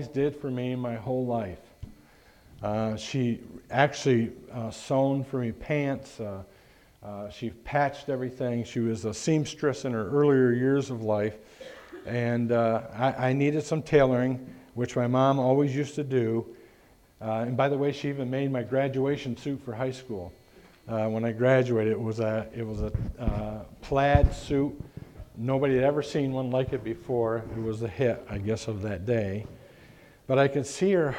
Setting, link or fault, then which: setting, large echoing room